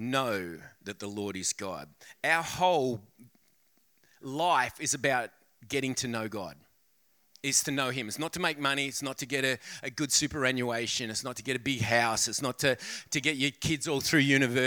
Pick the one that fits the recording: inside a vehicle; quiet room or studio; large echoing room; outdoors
large echoing room